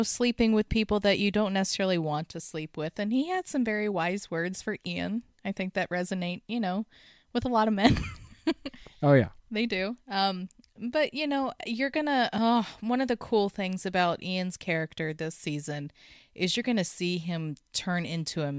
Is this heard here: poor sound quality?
no